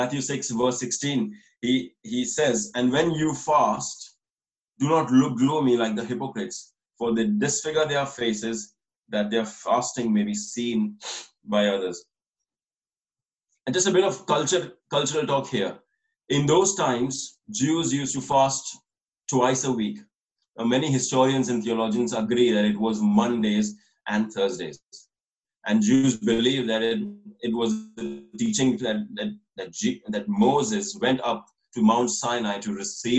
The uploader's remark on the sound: This message was recorded over Zoom, so please excuse any issues with the quality of recording.